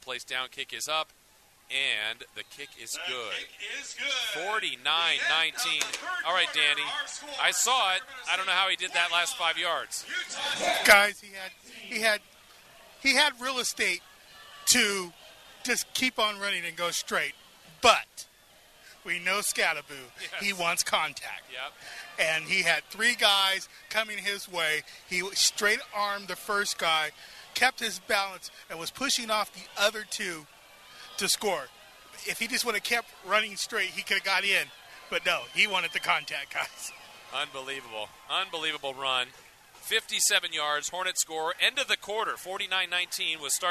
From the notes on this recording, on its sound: we caught up with him at the half